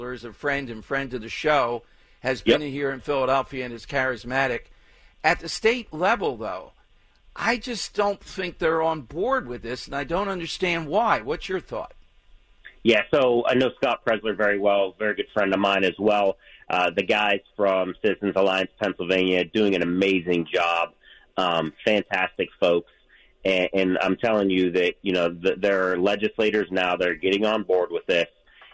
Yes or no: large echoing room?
no